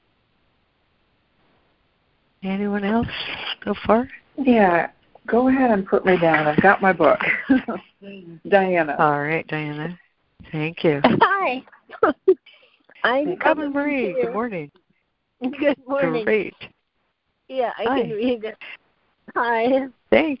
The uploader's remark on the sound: ACIM Daily Conference Call